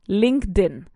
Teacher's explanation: So we nicely link, valga la redundancia, the D in linked con la I de in